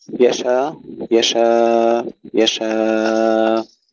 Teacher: ثم الوقف على كلمة يشاء، سبق معنا مرارا أن فيه لحمزة وهشام 5 أوجه: يشاء يشاء يشاء بحذف الهمزة مع المد والتوسط والقصر في الألف التي قبلها